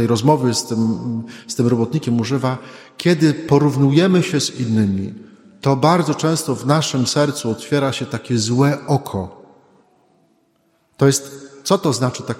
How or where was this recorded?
large echoing room